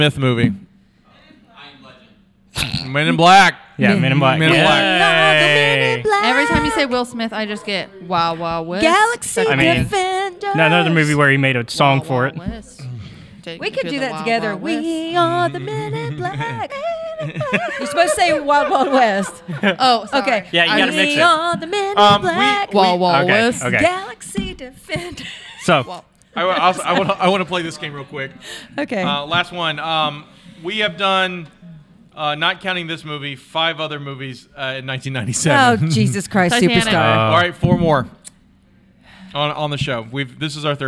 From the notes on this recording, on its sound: Live from Mobicon 2022. Tossing bugs and candies at the audience.